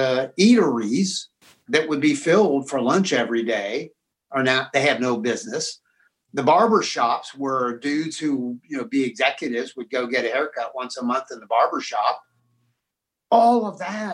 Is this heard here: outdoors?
no